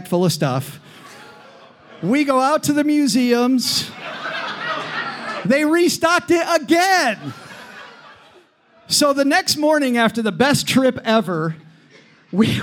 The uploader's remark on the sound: Recorded live in Detroit, Michigan, to round out our three-city tour! It's a super episode with our liveliest crowd of the three shows (sold out show!).